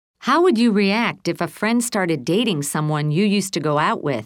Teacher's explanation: Notice how the intonation falls and then rises to show the question is not finished and then falls at the end. · Term: Intonation in long questions